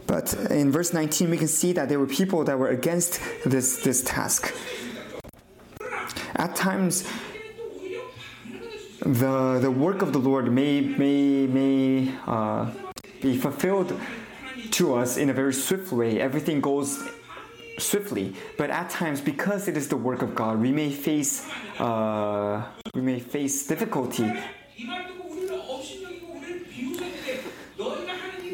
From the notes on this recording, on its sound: 2023 New Years Conference. Conference sermon.